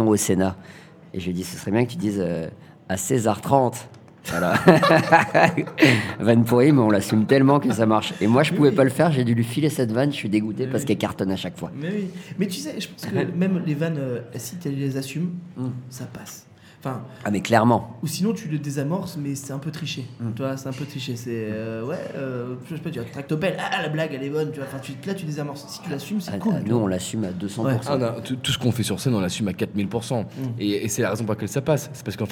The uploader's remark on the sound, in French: Nous enregistrons cette émissions dans les coulisses du bestoff d&#39;avignon. Nous enregistrons cette émissions dans les coulisses du bestoff d'avignon.